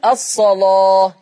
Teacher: صاد مفتوحة ورش يغلظ اللام